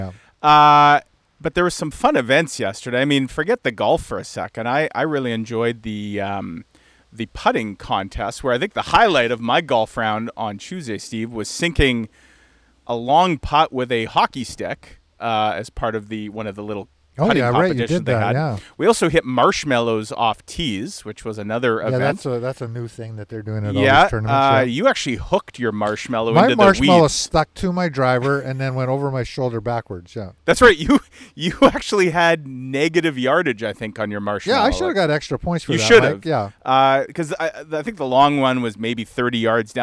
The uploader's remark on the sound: With a special edition recorded from Pine Ridge golf course following two straight days of teeing it up in charity tournaments.